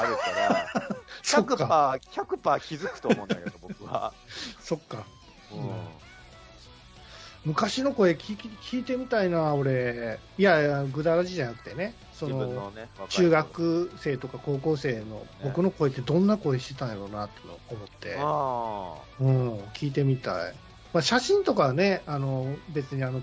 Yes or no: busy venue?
no